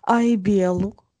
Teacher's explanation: Мы, э, значит, белу это ну, не туда ударение, это ударение идет на у, нам оно здесь не нужно. А у нас э, ударение идет на, на бе, на е.